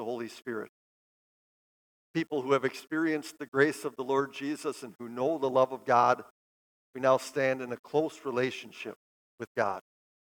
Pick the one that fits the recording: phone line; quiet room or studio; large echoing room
large echoing room